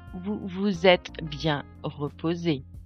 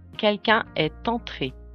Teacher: the pronunciation of a normal silent consonant when the word that follows begins with a vowel or a silent H · Term: liaison